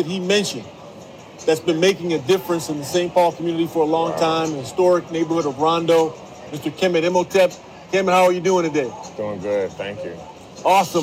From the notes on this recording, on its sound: records LIVE on-site at the Minnesota State Fair at the first ever Cultural Destinations booth